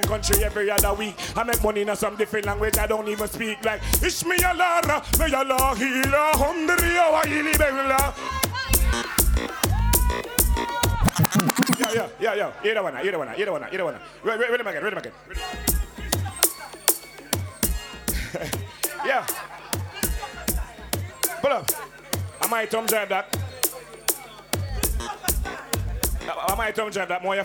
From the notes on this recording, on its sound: LIVE AT TIPSY THURSDAYZ